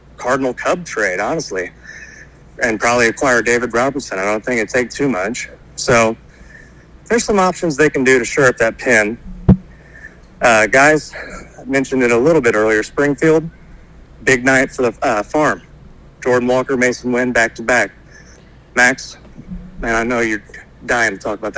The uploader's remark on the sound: All 3 co-host join together over the phone